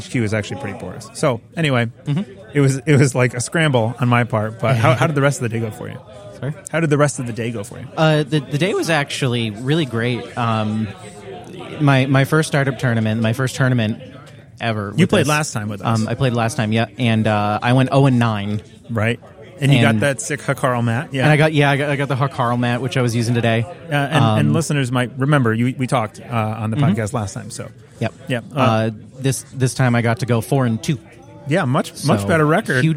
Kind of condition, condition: setting, busy venue